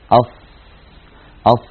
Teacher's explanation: من حروف الرخاوة لأن الصوت يمتد معها ويجري أص أص، يجري معها الصوت والنفس كلاهما.